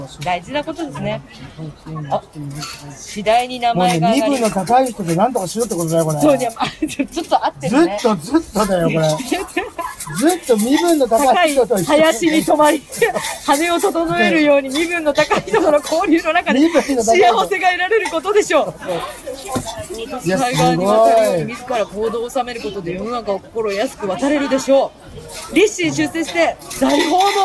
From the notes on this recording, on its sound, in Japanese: 初の街ブラ収録です！浅草浅草寺のほおずき市に行ってきましたー！！ほおずきのオレンジと風鈴の音色に癒されました。